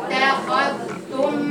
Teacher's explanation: فصلي بين الزال والتاء، مخرج الزال ومخرج التاء · Term: مظهرة